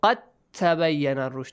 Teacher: You don't do the qalqala one because you do the merging one. So when you merge, there will be no dal. · Term: idgham